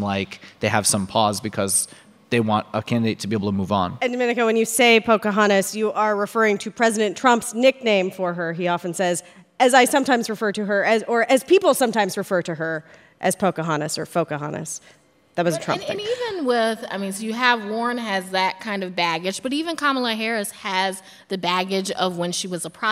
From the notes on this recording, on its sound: NPR Politics Live From Atlanta. Recorded in front of a live audience at the Buckhead Theatre in Atlanta.